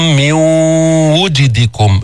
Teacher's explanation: واو ما فيها تفخيم، واو مستفلة منفتحة